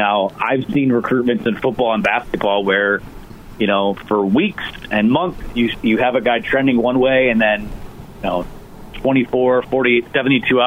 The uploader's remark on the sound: Today we're broadcasting live from the Lowell Showboat as a fundraiser is being held